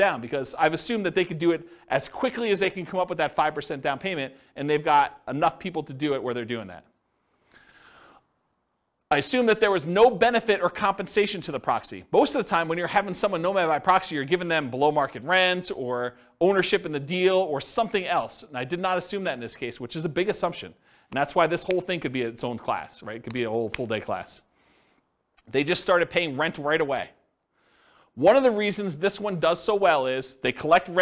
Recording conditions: live audience